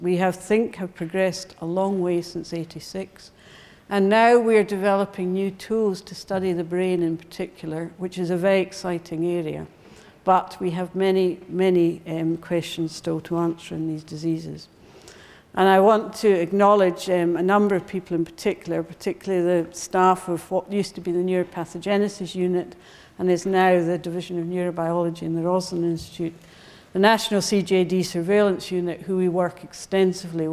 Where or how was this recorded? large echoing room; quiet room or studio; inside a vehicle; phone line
large echoing room